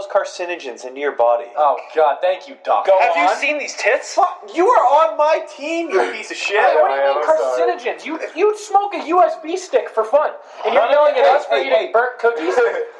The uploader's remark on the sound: FINAL BAD AUDIO QUALITY EPISODE! We've finally invested in equipment so brace your ears for some echos.